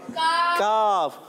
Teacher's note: زبان کی جڑ استعمال ہوتی ہے. جب زبان کی جڑ ہم تالو کے سخت حصے میں لگاتے ہیں